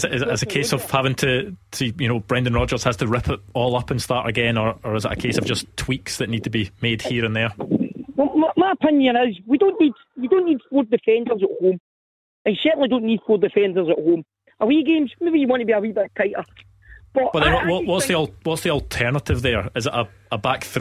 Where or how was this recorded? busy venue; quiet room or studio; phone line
phone line